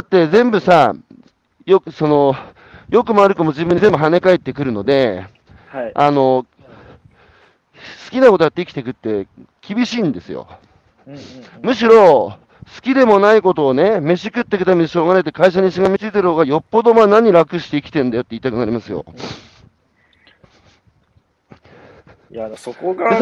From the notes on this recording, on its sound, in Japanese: 歩きながら1時間、対談する。